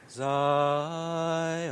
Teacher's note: Zion is accented on the first part.